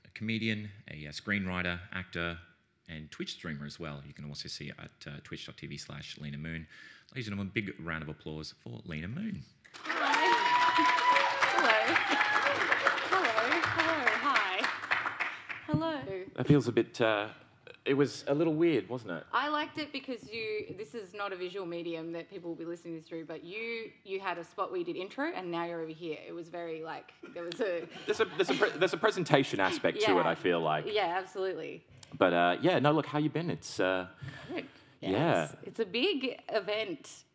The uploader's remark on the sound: Live at PAX Australia 2023